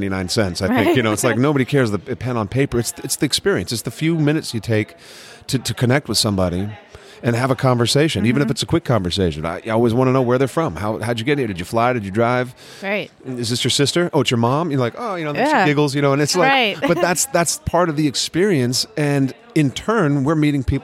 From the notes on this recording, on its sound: LIVE FROM TRIC.